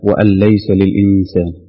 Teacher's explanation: نون ساكنة أتى بعد حرف من حروف الإدغام وهو اللام فيكون الحكم إدغاما بغير غنة